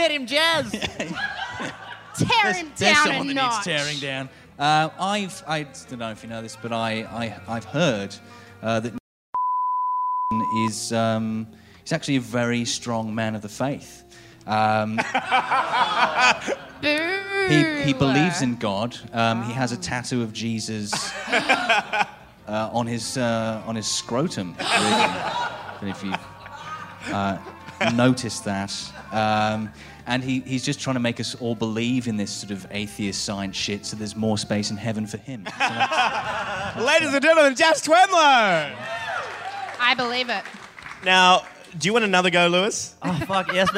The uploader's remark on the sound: Recorded live on stage at Giant Dwarf.